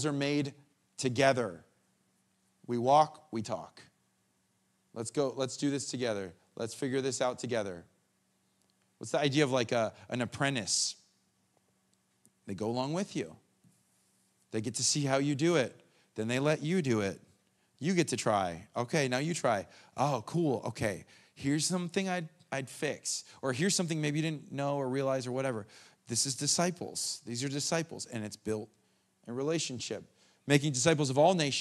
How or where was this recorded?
large echoing room